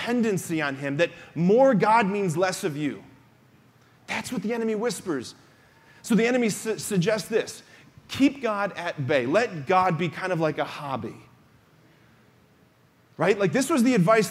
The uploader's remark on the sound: preached this homily on October 29, 2023 at the Confirmation Retreat Mass at Damascus